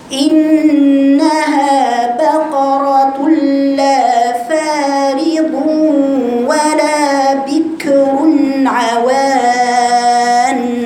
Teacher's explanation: الهمزة مكسورة والنون غنة والهاء مخرج أقصى الحلق وبعدها مد طبيعي